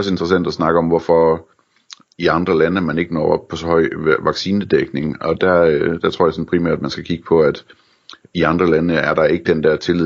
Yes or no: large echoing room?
no